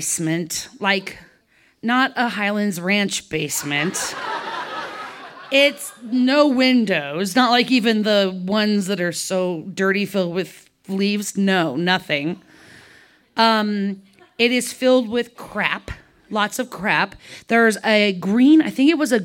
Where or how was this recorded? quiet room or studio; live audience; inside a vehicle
live audience